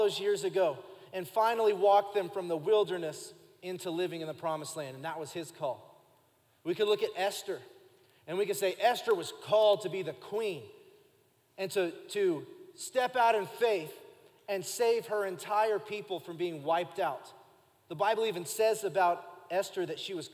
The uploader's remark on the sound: Recorded live during our Sunday morning service